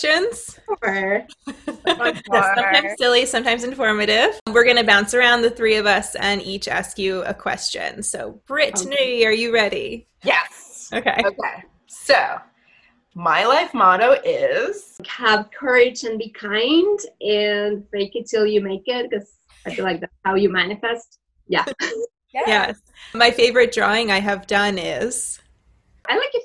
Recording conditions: video call